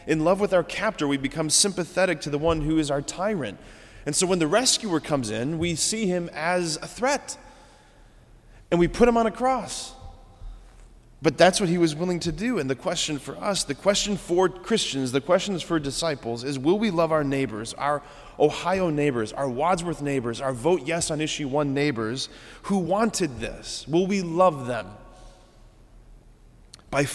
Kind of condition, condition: setting, large echoing room